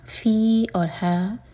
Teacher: فی اور ہے دونوں مد طبعی، دو دو حرکہ، لمبا چھوٹا نہ ہو